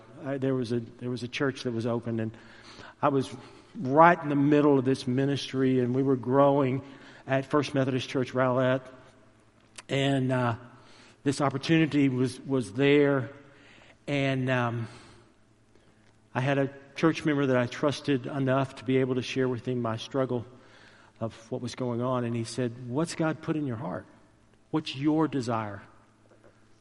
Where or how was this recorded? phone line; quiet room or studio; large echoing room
large echoing room